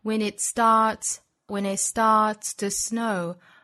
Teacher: It 尾部的 t 我们也可以直接略掉